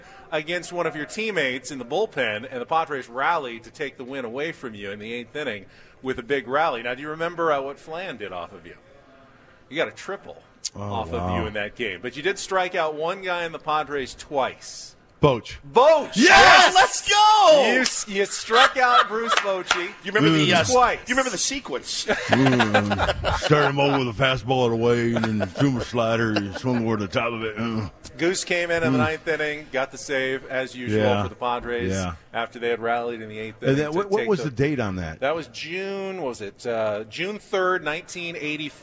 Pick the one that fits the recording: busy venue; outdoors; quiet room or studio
busy venue